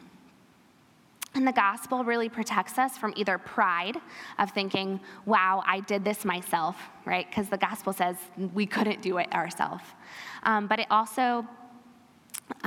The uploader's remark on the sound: This episode is a recording from our Women's Retreat in February 2023.